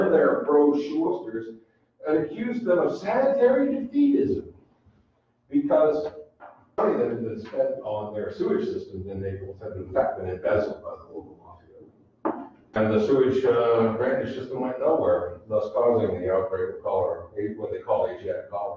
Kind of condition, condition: setting, live audience